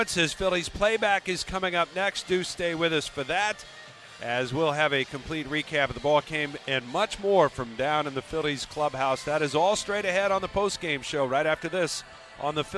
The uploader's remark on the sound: Live from the Phillies clubhouse following the team's 7-1 over the Marlins to clinch an NLDS berth.